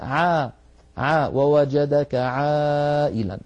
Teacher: والعين حرف مستفل لأنها ليست من حروف سكت من حروف خص ضغط قض، فالعين مستفلة فلا تفخمها العرب، يعني لا يصح أن نقول عا، لابد أن نقول عا ووجدك عائلا، عا مرققة.